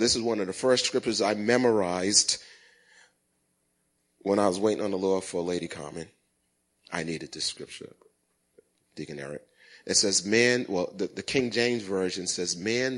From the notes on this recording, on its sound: Recorded at the 08:30am Sermon on 2016-12-11.